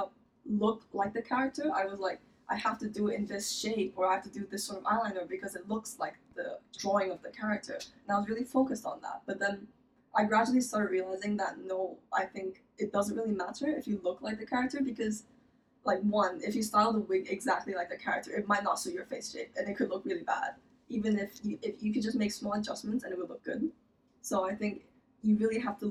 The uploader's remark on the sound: I don’t know what was wrong with the mic but their voice is quieter than mine for some reason. Sorry guys for the bad audio again.